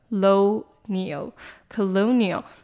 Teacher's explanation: 殖民地的重音在 LO 的地方， CO 这边就发短音